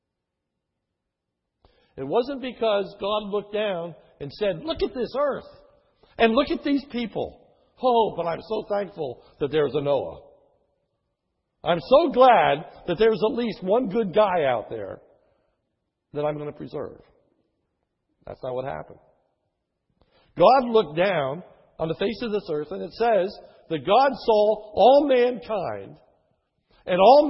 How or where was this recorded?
large echoing room